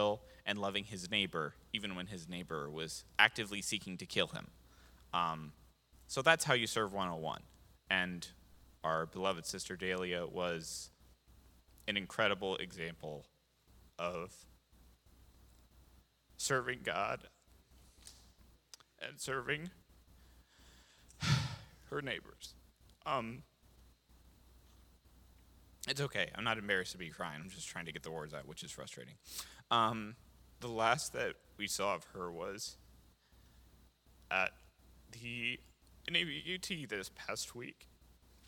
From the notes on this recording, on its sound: This JAT was recorded live on August 7th, 2022 at Newark United Pentecostal Church.